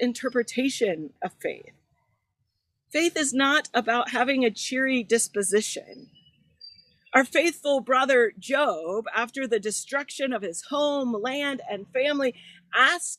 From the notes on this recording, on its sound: This is the recording from June 27th at Garfield Community Farm where we worship each Sunday during the summer of 2021.